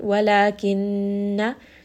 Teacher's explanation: Walakinna la, this is a 2 count mad. Kinna, noon here has a shadda, so I will spend a little bit of time saying this noon